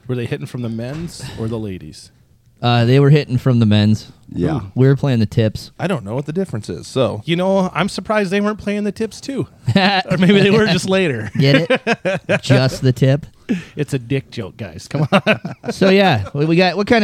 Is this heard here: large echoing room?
no